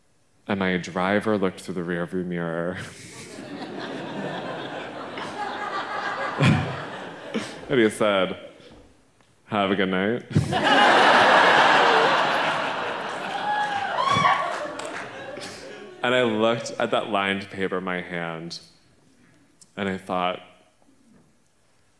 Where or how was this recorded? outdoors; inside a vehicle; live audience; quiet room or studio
live audience